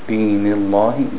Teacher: When you have a kasra before it, the lam becomes thin.